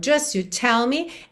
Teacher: E a gente percebe o que geralmente acontece com esse T do just, tadinho. Ele quase nunca aparece, né?